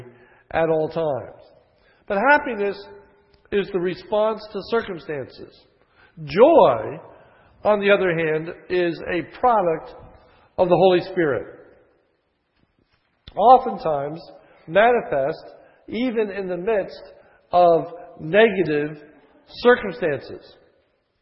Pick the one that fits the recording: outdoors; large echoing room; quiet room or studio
large echoing room